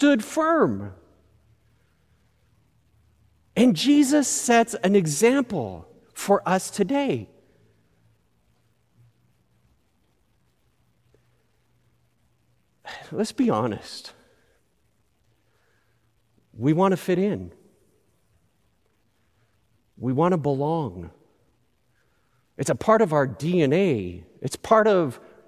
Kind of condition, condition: setting, large echoing room